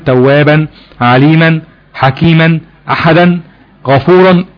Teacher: هذه الكلمة في حالة الوقف عليها بتبدل التنوين بالفتح إلى ألف تمد بمقدار حركتين